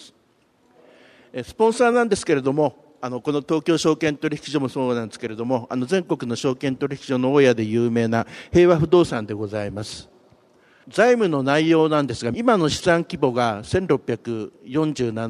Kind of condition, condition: setting, live audience